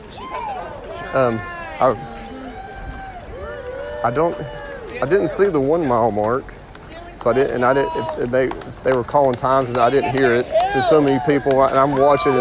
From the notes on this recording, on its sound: LIVE from the 2022 Peachtree Road Race. I had to walk the race this year due to an injury so I decided to record the race.